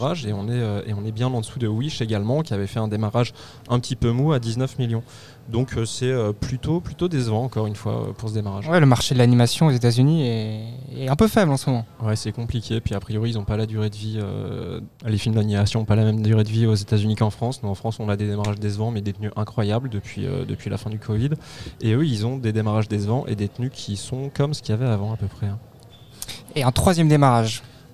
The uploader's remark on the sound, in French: À l'occasion de l'avant-première de Vermines à l'UGC Ciné Cité La Défense. Enregistré le mardi 26 décembre 2023 à l'UGC Ciné Cité La Défense.